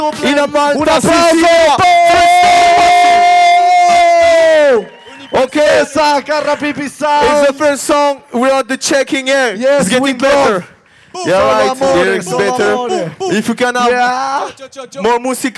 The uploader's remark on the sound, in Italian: Concerto del Primo Maggio Ennese 2015. Speaker sul palco.